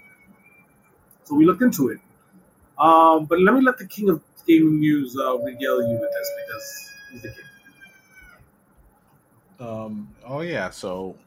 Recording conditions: poor sound quality